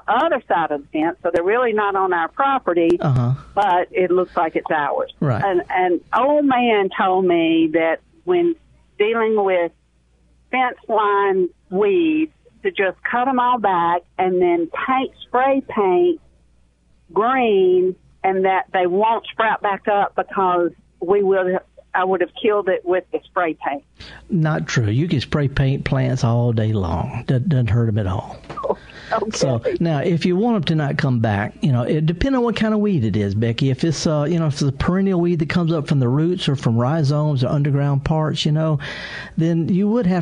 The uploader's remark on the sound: live in the studio taking your calls